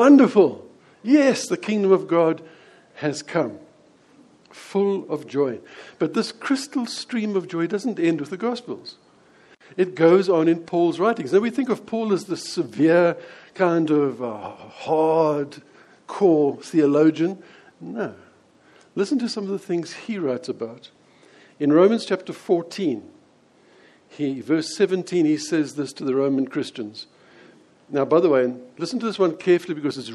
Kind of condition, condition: setting, large echoing room